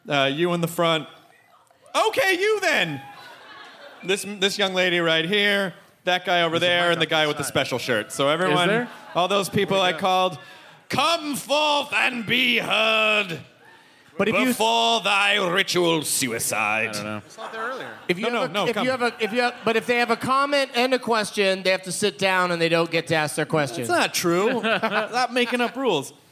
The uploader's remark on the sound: It's the Nerdist live from the Twin Cities!